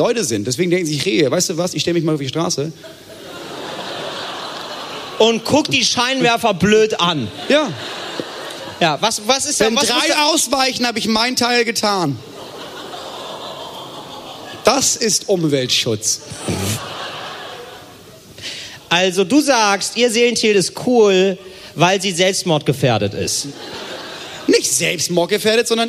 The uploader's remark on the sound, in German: live vom Podcastfestival Hamburg